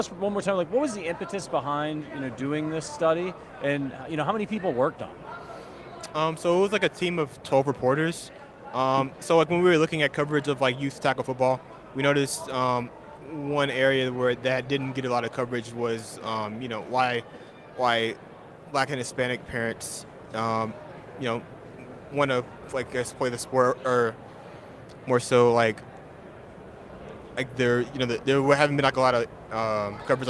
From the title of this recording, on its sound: Live from Super Bowl LVII